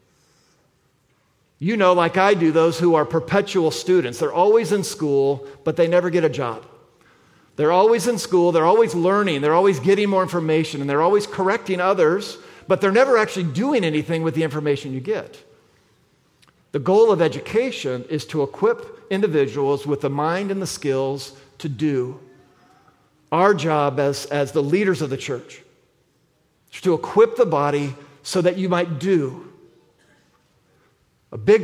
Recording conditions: large echoing room